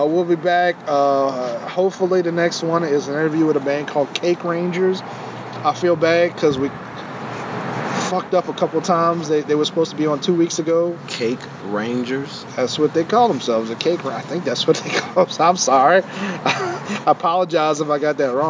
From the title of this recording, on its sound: Live From Bayou Hot Wings